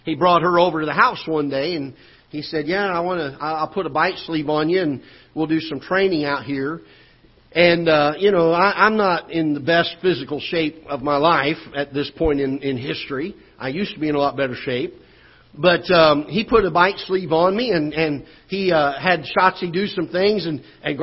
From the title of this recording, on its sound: Ketha Heights Baptist Church ~ Live Broadcast